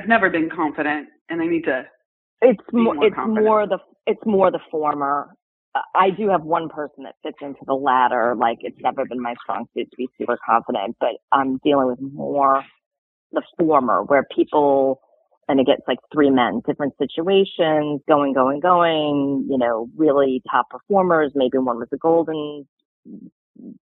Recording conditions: phone line